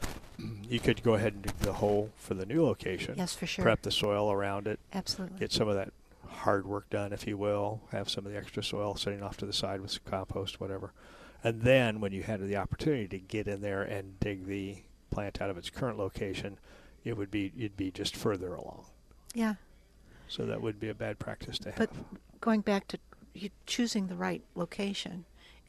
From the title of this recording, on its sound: Live at Prairie Gardens 2-12-22